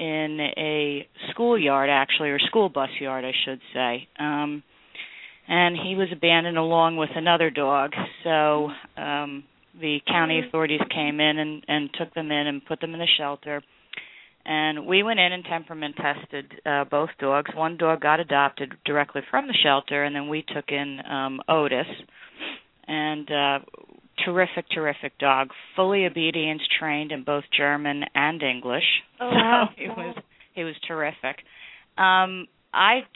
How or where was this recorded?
phone line